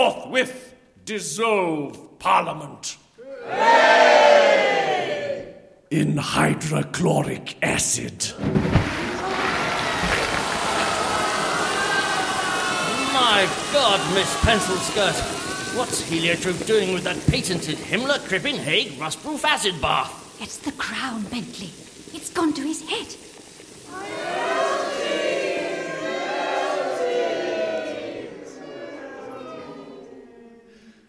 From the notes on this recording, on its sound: Recorded live at Colchester Arts Centre.